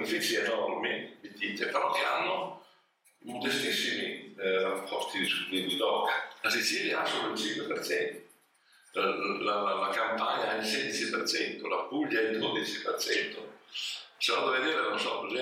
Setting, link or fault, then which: fault, poor sound quality